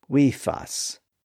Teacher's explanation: the voiceless F sound was located between two vowels, which, as we now know, are always voiced.